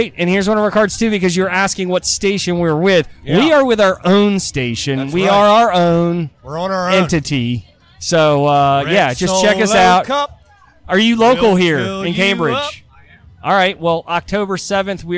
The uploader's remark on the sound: Live from The Downtown GrooveFEST in Cambridge MD